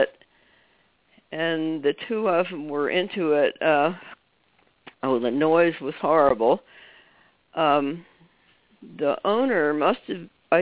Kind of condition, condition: link, phone line